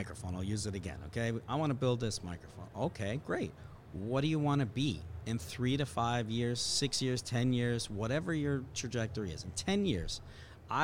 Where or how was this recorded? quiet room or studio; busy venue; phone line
busy venue